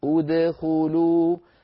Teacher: لو أردنا أن نبدأ بدخلوا لابد أن نقول ادخلوا بهمزة مضمومة، هي همزة وصل وقعت في أول فعل ثالثه مضموم، من ثالثه حرف الخاء.